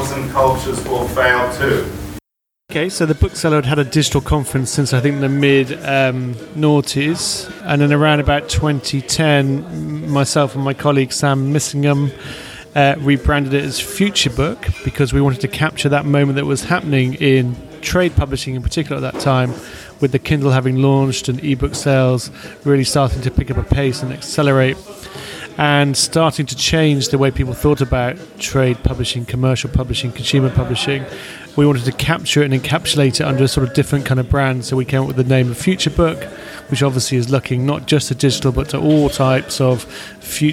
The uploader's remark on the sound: Recorded at Futurebook. Recorded at ‘Edtech for publishers’ at FutureBook '16.